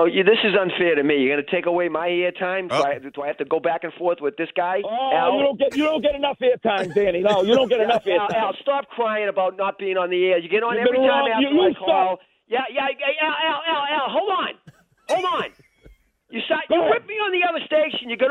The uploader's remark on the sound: had it out over the phonelines